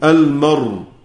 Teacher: يحرك الراء بحركة الهمزة ثم يقف بالسكون، المرء. المري ثم يقف بالسكون، المرء.